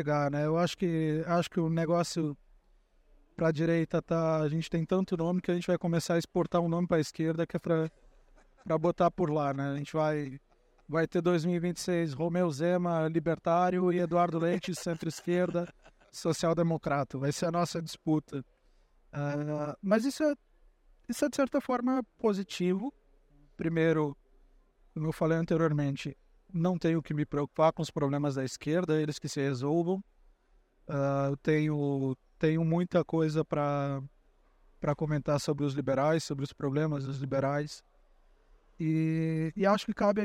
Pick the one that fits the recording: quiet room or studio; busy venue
busy venue